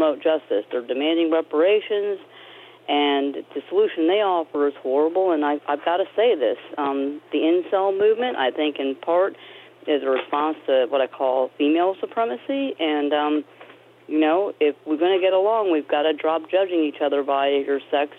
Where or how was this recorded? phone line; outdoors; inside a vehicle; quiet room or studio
phone line